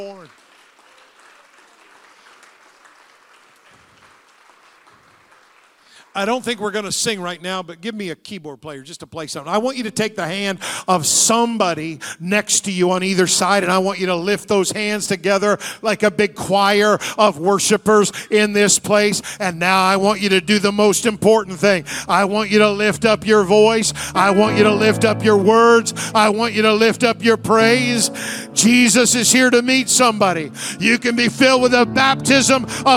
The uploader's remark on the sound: Sunday Morning Service. The Anchor Church of Zanesville, Ohio.